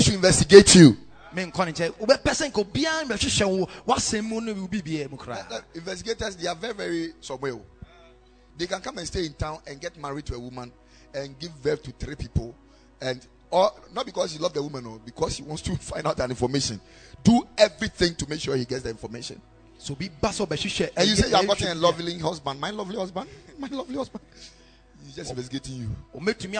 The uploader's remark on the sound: Preached at Ekklesia Chapel